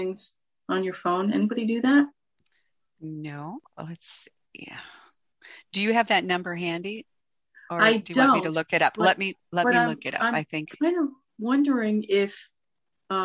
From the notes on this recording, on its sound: CCLVI Zoom Call Recording 12/17/21. Enjoy the informative and helpful community discussion we had on oir 12/17/21 Friday Coffee Hour Zoom call!